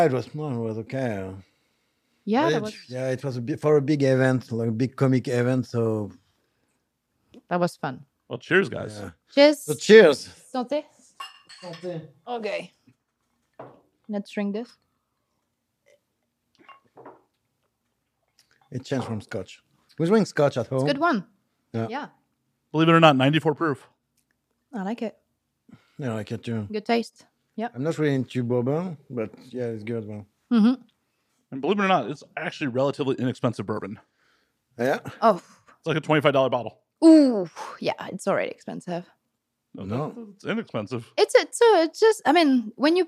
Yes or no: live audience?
no